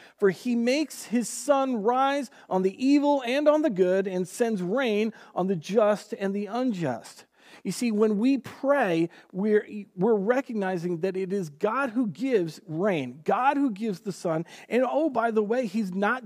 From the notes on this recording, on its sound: Recorded on June 7th, 2020 at Word of Life Church in Le Sueur, MN. WHOLE SERVICE AUDIO.